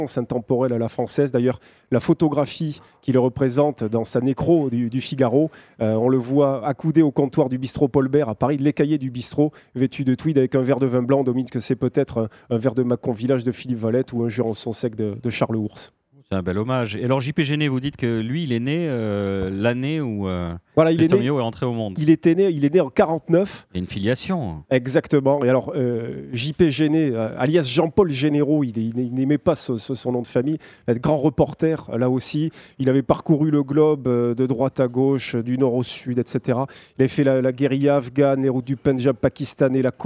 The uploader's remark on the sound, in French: Enregistrée au restaurant le Rocher de la Vierge à Toulouse.